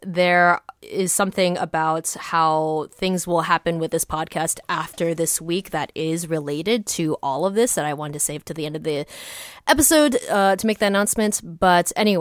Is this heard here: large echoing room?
no